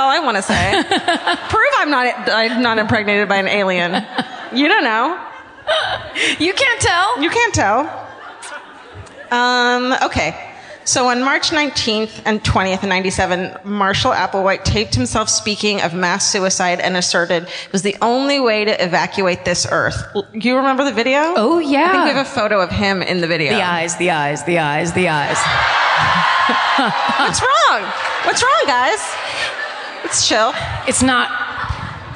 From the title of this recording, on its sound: Live at the Balboa Theatre in San Diego